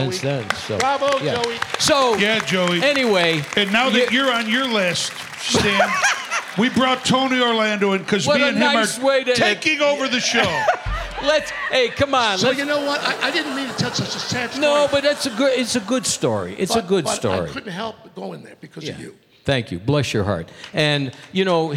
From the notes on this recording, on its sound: Live at the South Point Casino